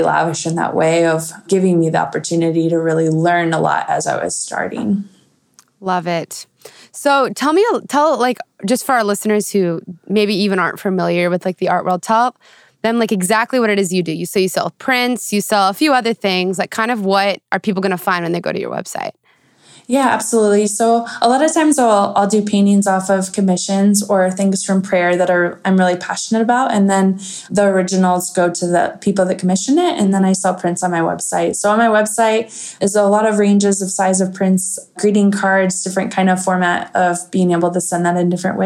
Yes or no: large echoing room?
no